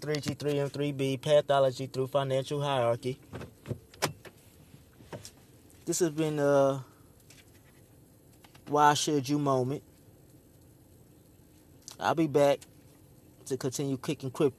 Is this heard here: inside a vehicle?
yes